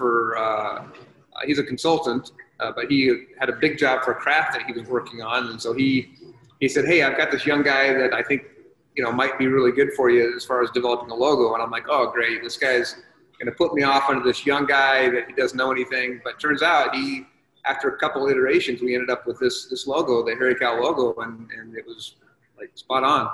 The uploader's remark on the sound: on a Zoom call